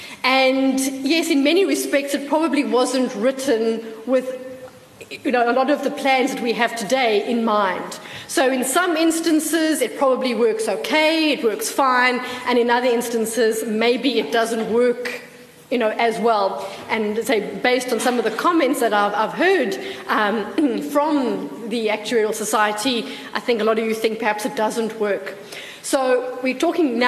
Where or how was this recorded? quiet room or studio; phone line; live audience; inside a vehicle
live audience